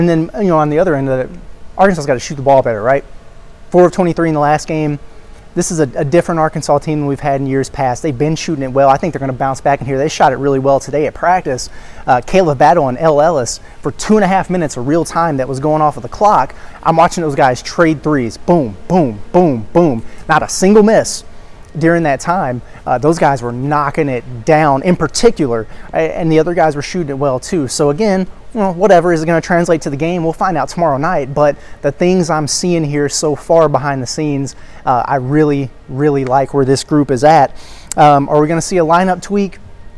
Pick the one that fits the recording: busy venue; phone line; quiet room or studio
busy venue